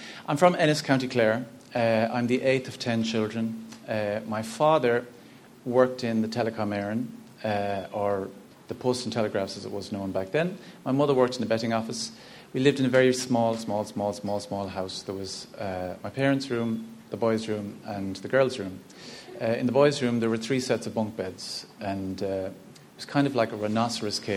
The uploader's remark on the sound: Recorded live at the Fleadh Forum, an annual state-of-the-industry conference taking place as part of the Galway Film Fleadh.